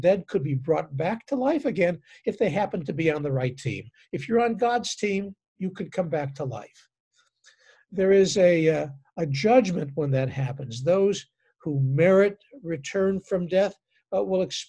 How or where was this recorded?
video call